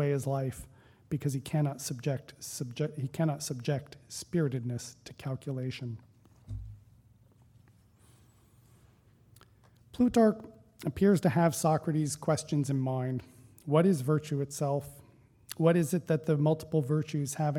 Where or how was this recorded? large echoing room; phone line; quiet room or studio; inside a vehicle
large echoing room